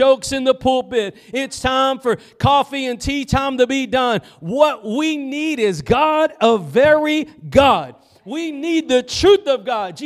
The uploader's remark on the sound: Preached at Gospel Lighthouse in Bossier City, La.